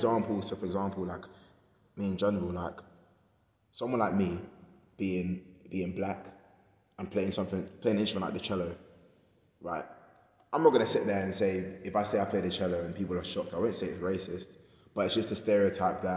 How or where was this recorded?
large echoing room